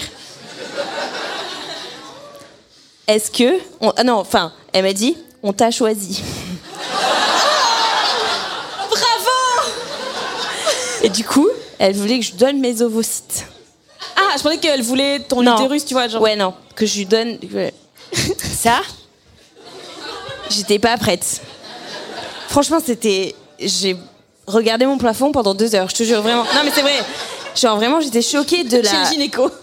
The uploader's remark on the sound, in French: Cet épisode a été enregistré en public au Culture Fest le 28 mai 2023